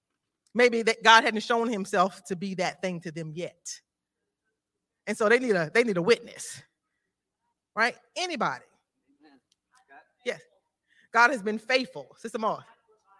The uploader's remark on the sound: This JAT was recorded live on Sunday, January 8th, 2023 at Newark United Pentecostal Church.